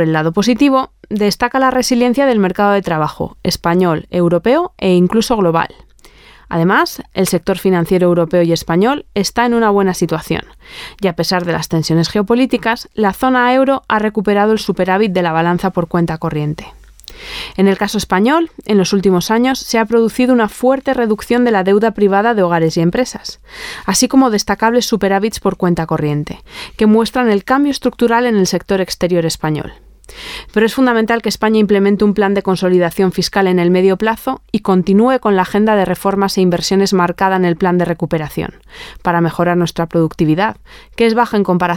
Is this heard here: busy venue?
no